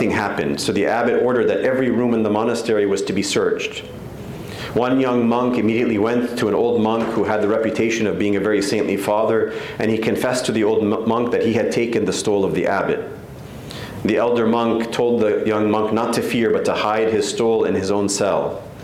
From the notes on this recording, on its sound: The 4th and final lecture of the 2023 Graduate Youth Retreat.